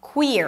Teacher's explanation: Queer has a high E sound and then you shift to the R. Queer. Make sure you don't bring the tongue up too soon because then it's going to sound like were.